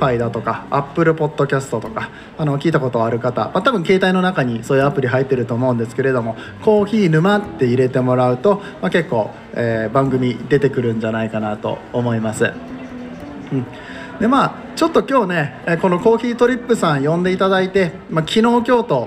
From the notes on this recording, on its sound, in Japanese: 公開収録。Coffee Trip by hygge market in 松坂屋上野店。